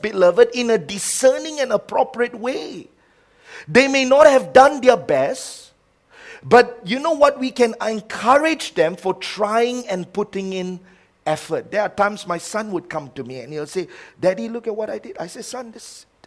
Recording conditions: large echoing room